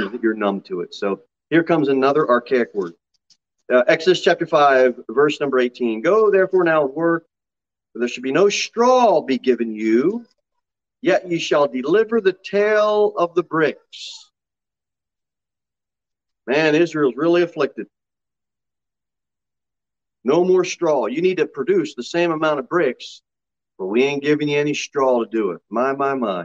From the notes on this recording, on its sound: Sermon delivered at Pilgrim Baptist Church on Sunday, July 10, 2022 at 6:15 pm.